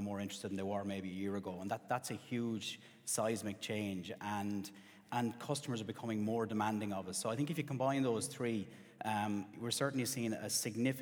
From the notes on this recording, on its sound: Today’s episode goes back to our 12th Annual CEO Breakfast Forum. At Bank of Ireland.